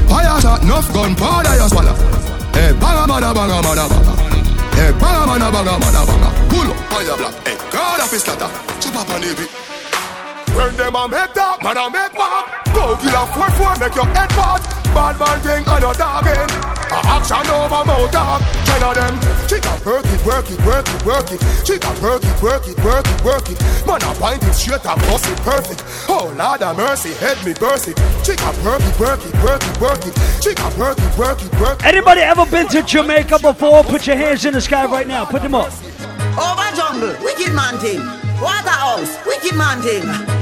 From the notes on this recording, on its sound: LIVE AT ISLAND SATURDAYS ON APRIL 29TH